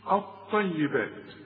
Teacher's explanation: اللام بتتحول الى نفس الحرف، اللام بتتحول الى طاء اوتوماتيك كده · Term: ادغمت